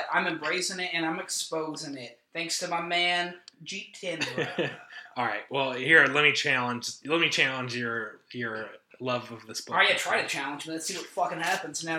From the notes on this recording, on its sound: Is the audio on this episode fucked up?